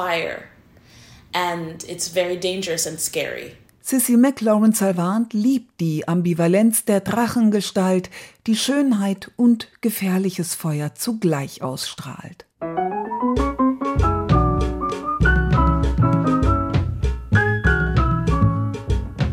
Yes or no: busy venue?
no